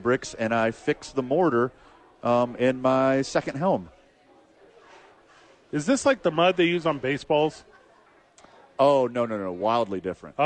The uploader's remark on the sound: Thursday night at Sadies without football. Live from Sadies.